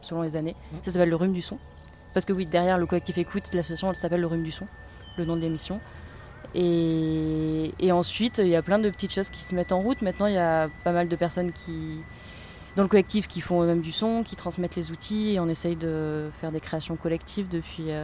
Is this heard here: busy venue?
yes